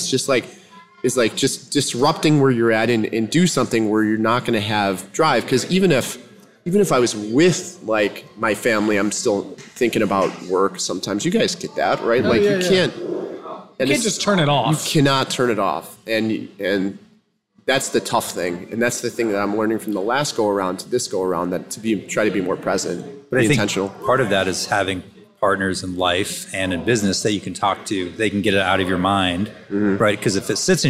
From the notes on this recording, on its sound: Today we’re sharing our first live podcast, from Naperville, Illinois